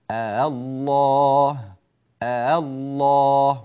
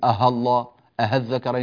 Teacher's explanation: ولا نقلب الهمزة المسهلة هاء · Shown in: first take · لنقول أه الله أه الذكرين، لا ضغطة هكذا، تمويجة في الصوت مع ضغط على الحنجرة، الذكرين الله. · Term: التسهيل